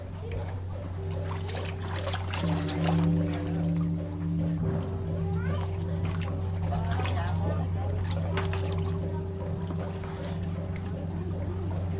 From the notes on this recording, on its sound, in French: Réalisé à partir de cinquante heures d'enregistrement sur le terrain. Sans commentaire, les sons enregistrés offrent un témoignage de la guerre.